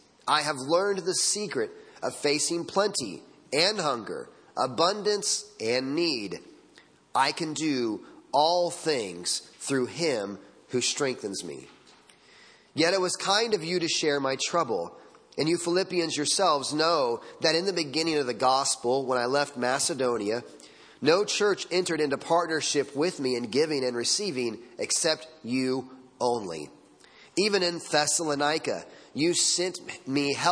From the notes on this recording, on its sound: Sunday Morning Sermon Audio.